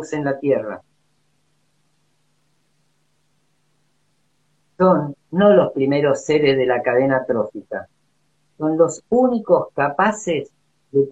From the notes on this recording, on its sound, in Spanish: Audio de la charla en vivo por Instagram